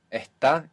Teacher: Many accents have an aspirated S in Spanish